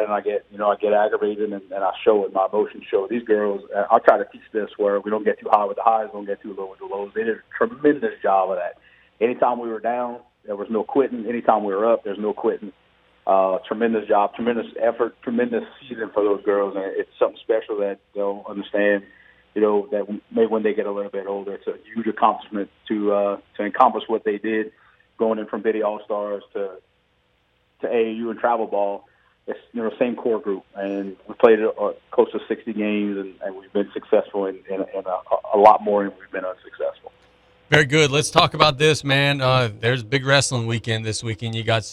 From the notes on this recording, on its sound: we go to the phone lines